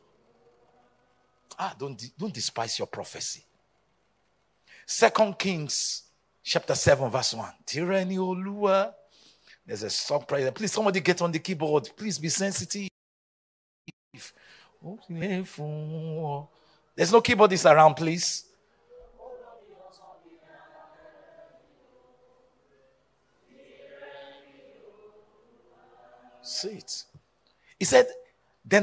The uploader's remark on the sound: Day 2 of the Supernatural Lagon Rain Conference